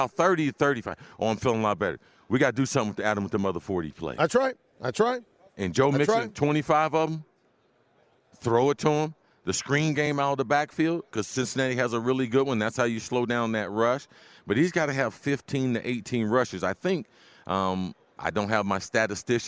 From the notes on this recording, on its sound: Live on Radio Row from Los Angeles.